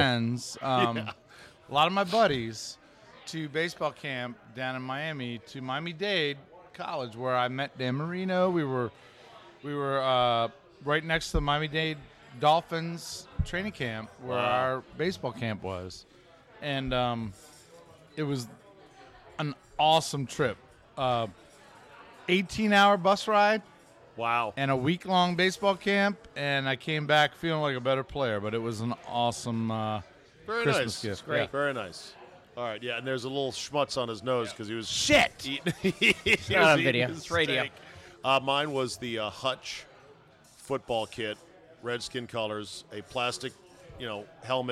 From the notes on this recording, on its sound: RECORDED LIVE at DC PRIME STEAKS in Ashburn VA.